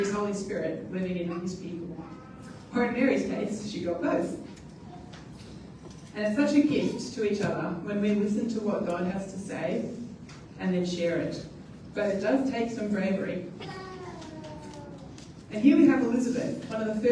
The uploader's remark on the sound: At New Community. We apologise for the quality of the audio on this occasion.